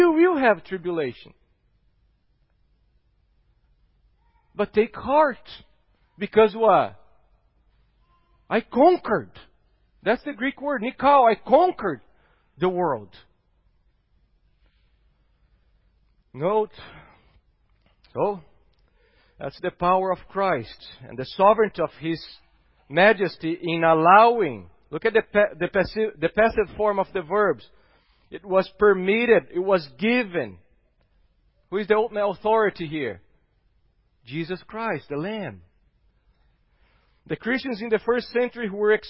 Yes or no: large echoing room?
yes